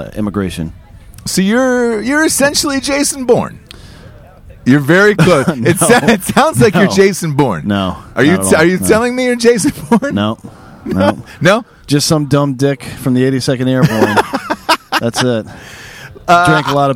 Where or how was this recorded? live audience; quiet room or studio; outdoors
outdoors